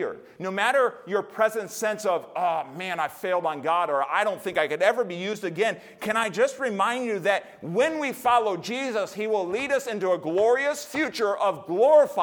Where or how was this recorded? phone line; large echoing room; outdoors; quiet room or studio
large echoing room